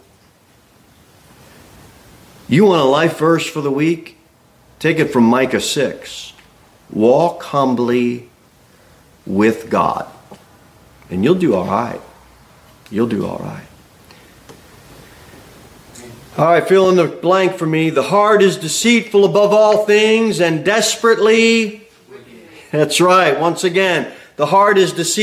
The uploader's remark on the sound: Sermon delivered at Pilgrim Baptist Church on Sunday, December 10, 2023, at 2:15 pm. Jere Whitson Rd.